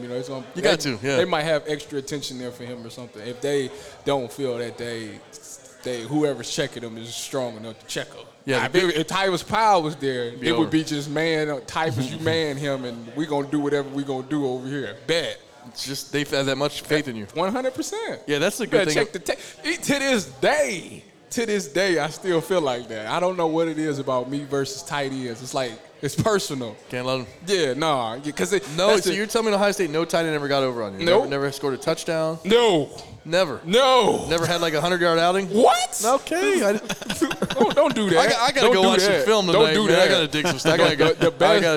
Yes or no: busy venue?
yes